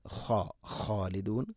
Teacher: ഖ ഇസ്തിഇലാന്റെ അക്ഷരമാണ്, സ്വരഭാരത്തിൽ ഉച്ചരിക്കേണ്ട അക്ഷരമാണ്. ഖ, ഖാലിദൂൻ, ഖാലിദൂൻ അല്ല, ഖ, ഖാലിദൂൻ.